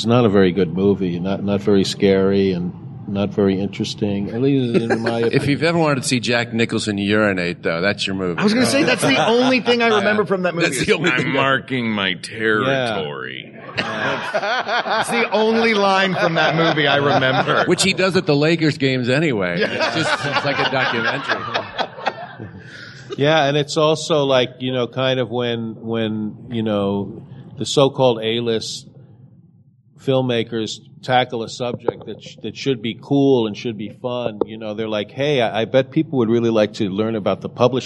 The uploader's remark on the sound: Recorded Live at Dragon Con